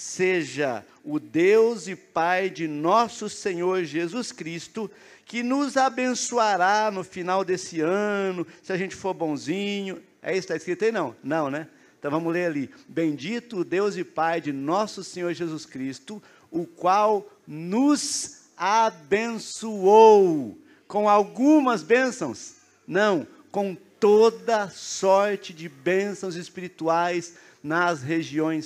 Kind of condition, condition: setting, large echoing room